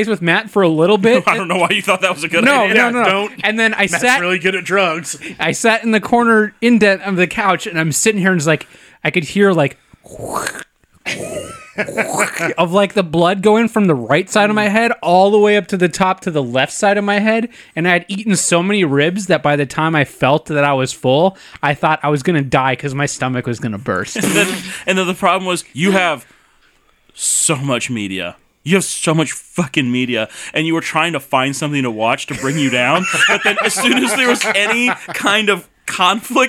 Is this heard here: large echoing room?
no